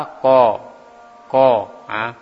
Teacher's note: huruf kof keluar dari pangkal lidah ke langit-langit